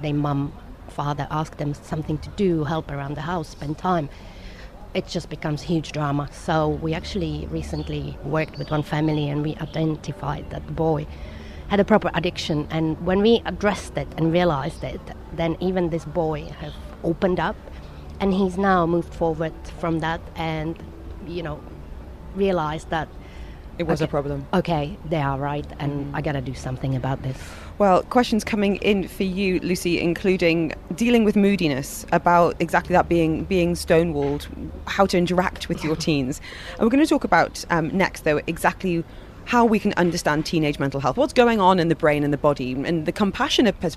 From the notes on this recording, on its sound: Joining us Live at Dubai Duty Free Tennis